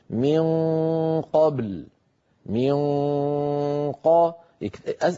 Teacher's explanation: التضيق اللي صار في الحلق هو الذي أدى إلى تفخم، إلى فخامة الغنة وهذا التغليظ، غنة مغلظة من قبل من قبل.